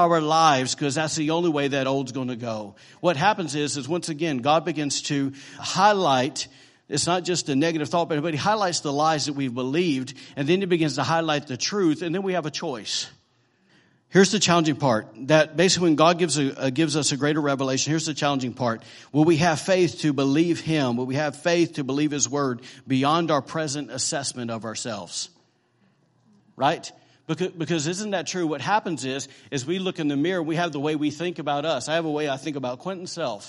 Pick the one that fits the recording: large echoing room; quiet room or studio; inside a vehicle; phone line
large echoing room